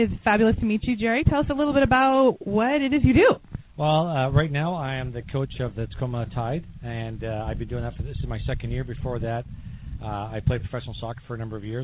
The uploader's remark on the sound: interviews from 2nd Annual Golf Tourn